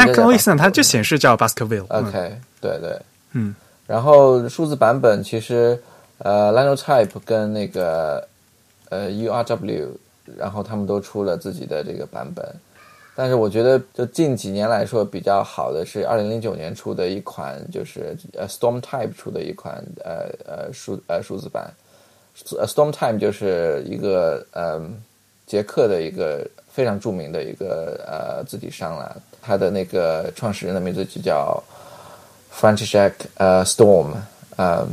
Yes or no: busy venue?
no